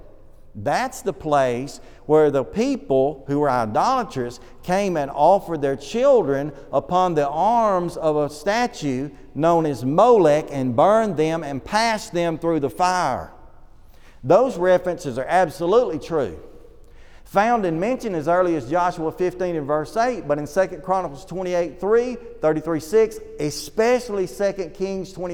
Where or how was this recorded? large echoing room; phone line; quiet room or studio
large echoing room